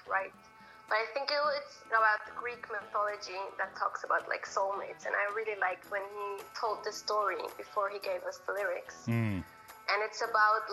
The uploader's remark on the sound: joined us on the phone from Bern, Switzerland